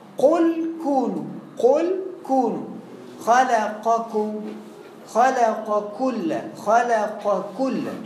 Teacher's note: قلنا القاف والكاف من تحت، القاف لأقصى للداخل والكاف للخارج